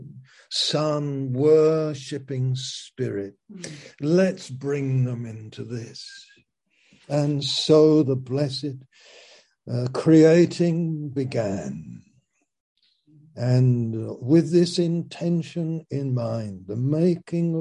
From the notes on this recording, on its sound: Zoom - Teign Valley Sessions.